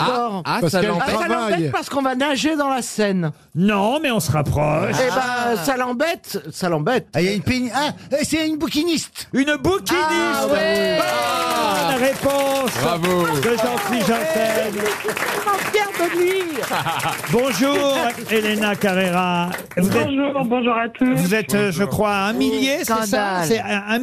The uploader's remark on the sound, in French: au téléphone des Grosses Têtes